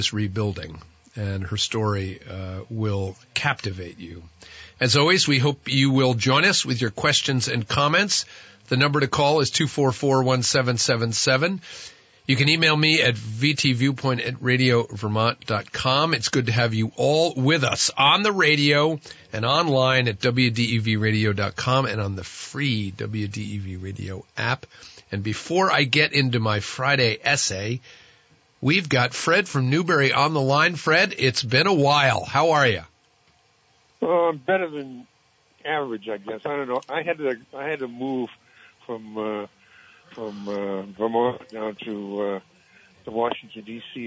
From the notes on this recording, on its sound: starts the show with some open phones